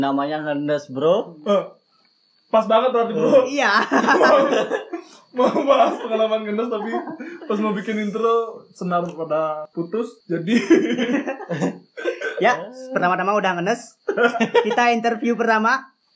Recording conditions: poor sound quality